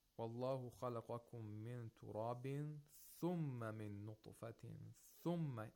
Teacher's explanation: On the ثُمَّ he places the stress, because they're like a new sentence.